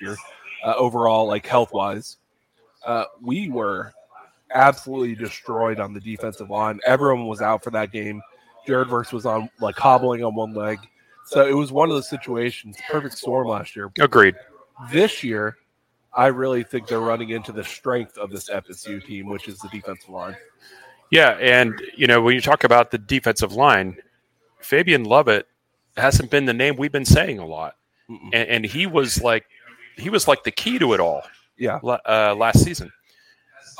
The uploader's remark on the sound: Gameday LIVE from Fishweir Brewing Company. LIVE from Fishweir Brewing Company in Jacksonville.